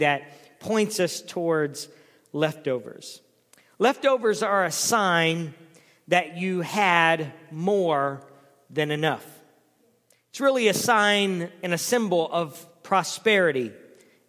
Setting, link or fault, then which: setting, large echoing room